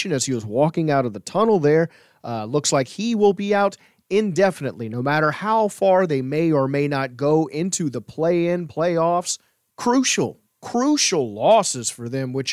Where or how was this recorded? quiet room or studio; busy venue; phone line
quiet room or studio